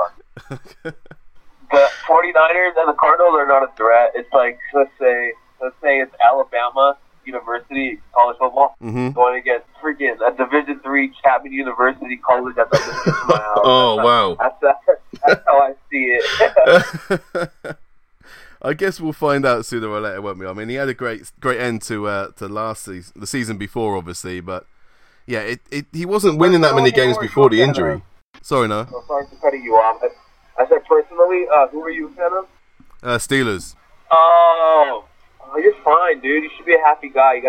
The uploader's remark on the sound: gets on the phone